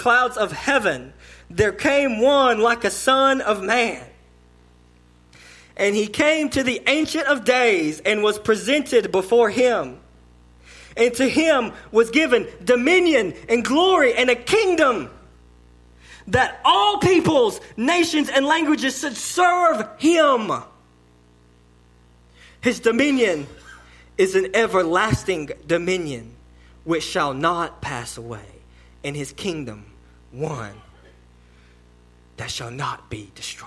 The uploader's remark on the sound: Learn more in this sermon delivered to Cottondale Baptist Church in Eastman, GA.